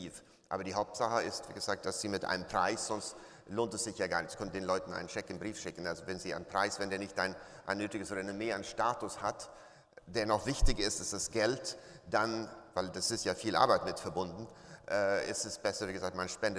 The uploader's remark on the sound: Entrepreneurship Summit 2016 – Keynote. Beim Entrepreneurship Summit 2016 in Berlin.